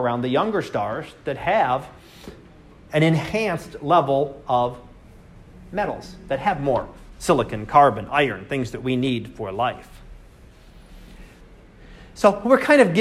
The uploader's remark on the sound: Live Class Lecture